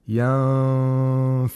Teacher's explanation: So the upper front teeth gets really close to the lower lip, but it doesn't touch the lower lip. And at the same time, a nasal sound is made for two vowel counts. This is ikhfa of Nun Sakina.